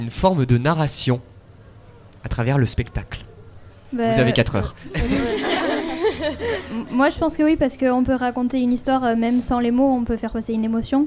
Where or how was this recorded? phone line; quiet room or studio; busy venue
busy venue